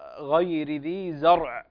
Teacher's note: فخم الراء غير ذي زرع، الراء هنا مفخمة